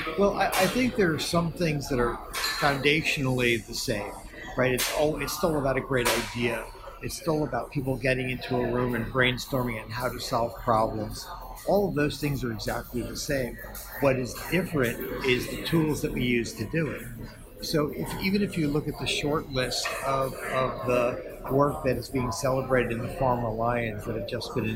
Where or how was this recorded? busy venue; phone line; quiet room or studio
busy venue